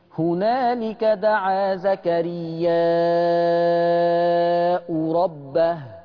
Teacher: همد المتصل ستة وما انساش ضم الهمزة